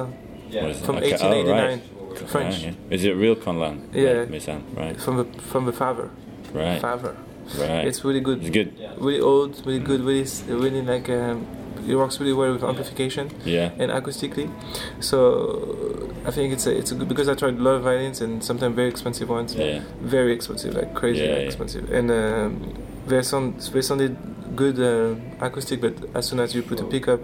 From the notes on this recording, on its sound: We did it in his hotel lobby with a zoom recorder, apologies for the sound quality. There are some moments when the businessmen around us talk a little loud on their conference calls so you may be able to hear them!